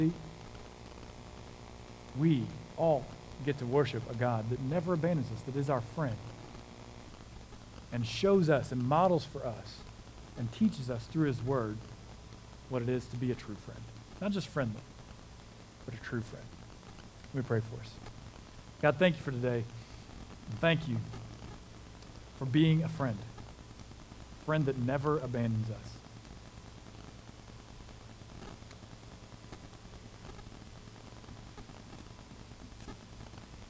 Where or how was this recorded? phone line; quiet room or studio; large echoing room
large echoing room